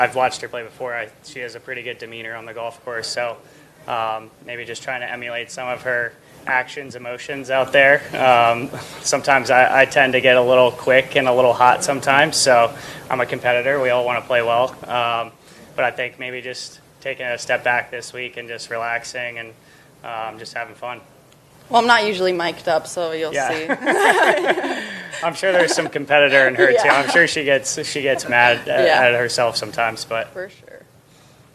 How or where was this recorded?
busy venue